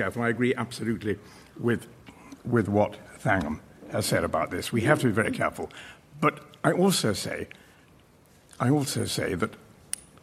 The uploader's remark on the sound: Presents topical discussion from Launceston Town Hall in Cornwall.